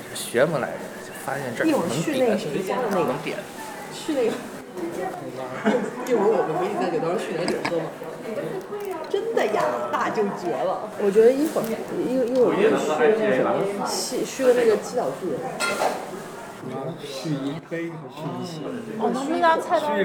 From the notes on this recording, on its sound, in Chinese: 在3月份麦子店“野菌与世涛”的品酒局里，我们在现场做了一个声音纪录，节目里穿插了部分现场录音